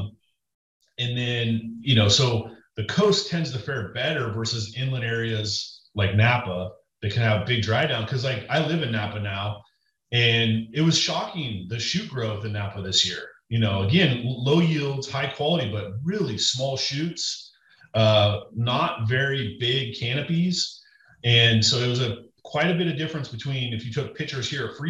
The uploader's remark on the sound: Listen in on their entire Zoom chat